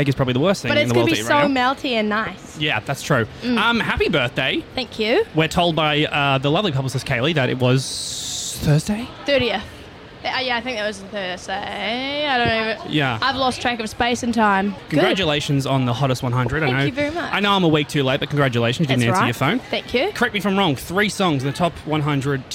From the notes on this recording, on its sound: 'The Green Room' goes backstage at the first stop of the Laneway Festival in Brisbane.